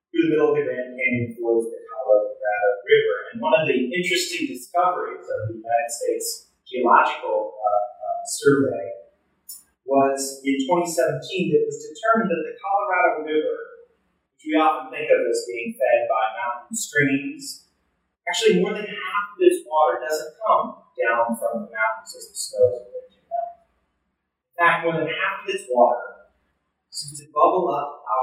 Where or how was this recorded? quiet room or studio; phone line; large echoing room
large echoing room